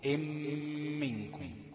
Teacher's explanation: ام منكم نفس المسألة، ان منكم هقلب النون دي الميم تبقى ام منكم، وبعدين ادخل الميم دي في الميم دي بقت ايه؟ ام منكم، بقت ميم مشددة بغنة حركتين